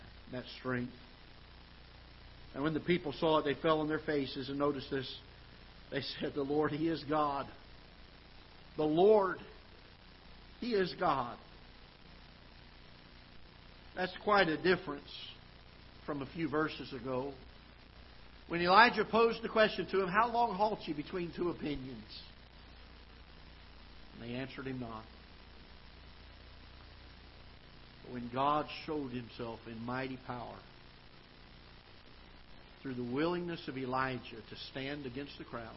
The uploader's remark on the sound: Ketha Heights Baptist Church ~ Live Broadcast